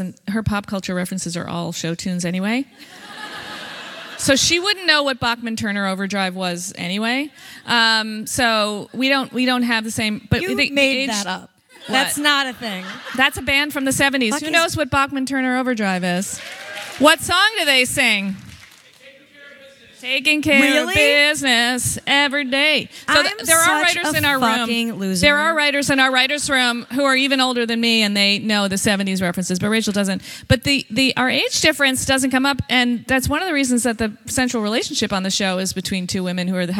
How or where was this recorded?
live audience